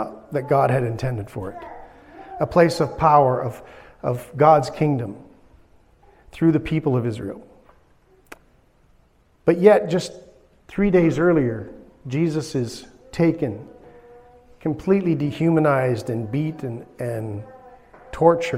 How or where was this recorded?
large echoing room